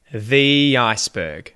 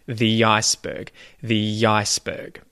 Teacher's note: the word the, when it's followed by another word that starts with a vowel sound, quite often we will link these two with a Y sound. And the pronunciation of the or the turns into the.